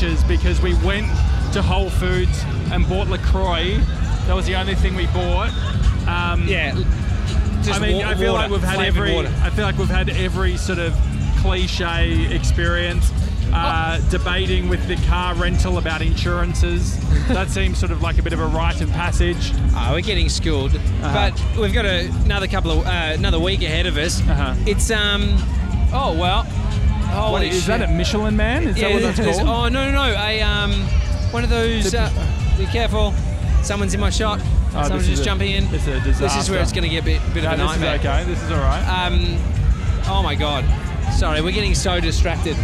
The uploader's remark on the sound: Live From The West Hollywood Halloween Carnaval. We're live from LA!